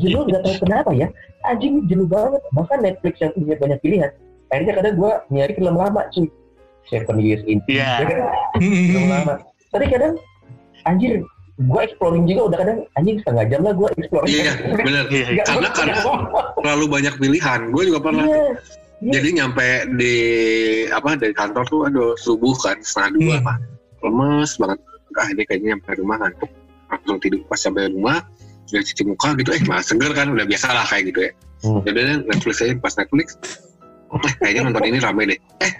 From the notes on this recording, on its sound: This episode recorded via Zoom.